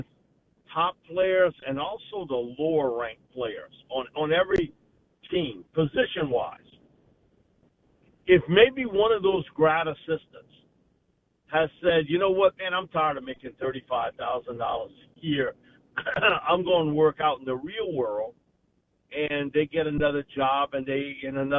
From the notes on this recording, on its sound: joins the show live on the Farm Bureau guest line